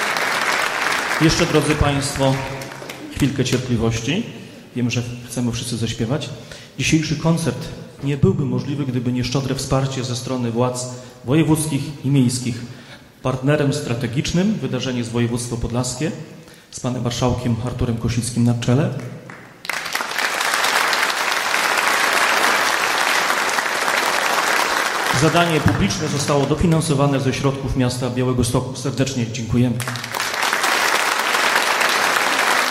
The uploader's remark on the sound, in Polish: Podleśnej 2 w Białymstoku, odbywały się koncerty kolęd w ramach 42 Prawosławnych Wieczorów Kolęd organizowanych przez Prawosławną Diecezję Białostocko-Gdańską. Przed publicznością zaprezentowały się liczne chóry i zespoły muzyczne.